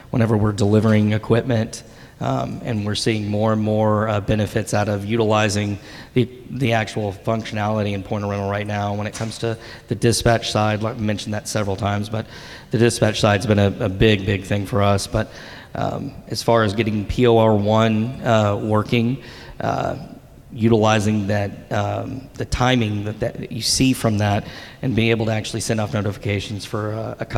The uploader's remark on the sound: At Point of Rental's 2023 International Conference, we welcomed several rental leaders up to the stage to talk about the state of the industry and its future.